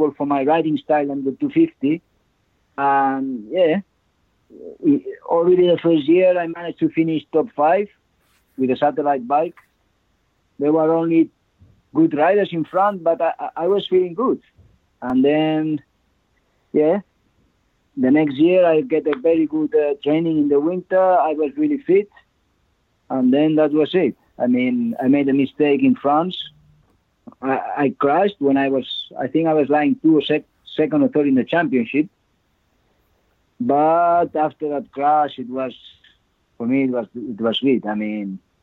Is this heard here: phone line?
yes